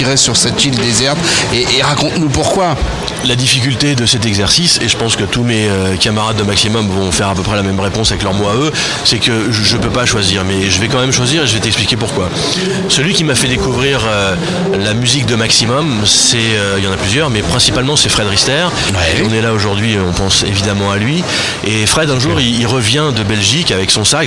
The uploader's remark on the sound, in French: En direct du Dock B à Pantin